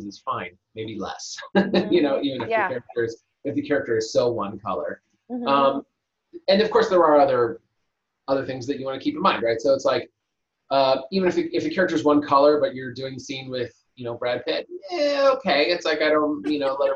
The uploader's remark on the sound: We taped this during the pandemic, and it is still, to this day, our most requested zoom recording!